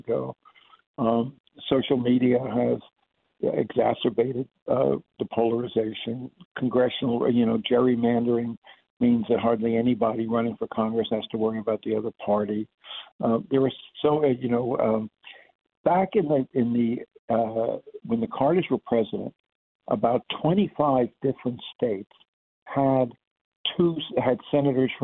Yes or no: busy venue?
no